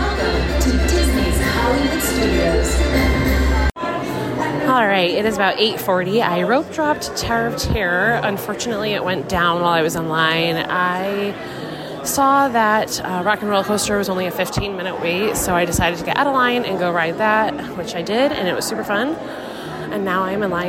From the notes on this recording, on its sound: Live From The Parks. Live from WDW.